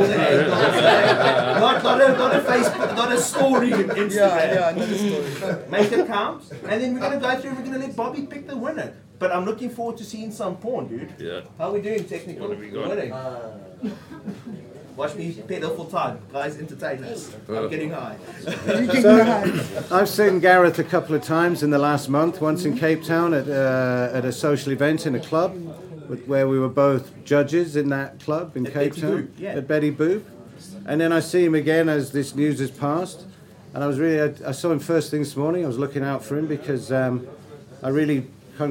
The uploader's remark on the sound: Tonight's show will be a live broadcast from the Bohemian Beach Bumz 420 friendly cafe and restaurant in Florida Rd, Durban. Join the live stream, or join us at the venue and be part the audience.